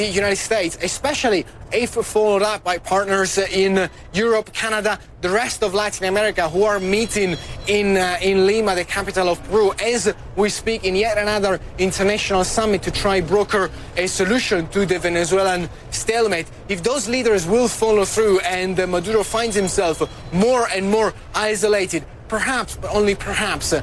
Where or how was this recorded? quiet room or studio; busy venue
busy venue